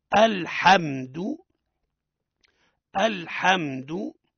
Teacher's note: الهمزة مرققة واللام مرقق والحاء مرقق والميم مرقق والدال مرقق